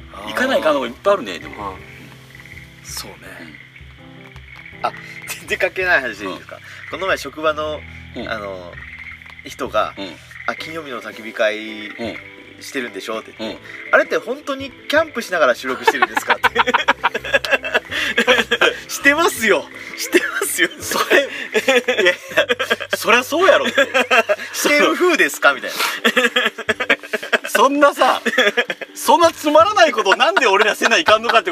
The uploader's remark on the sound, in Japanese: 雨と霧に包まれた学校跡地のキャンプ場で収録。旧小石原小学校をリノベしたキャンプ場 アクアクレタ小石原（福岡）。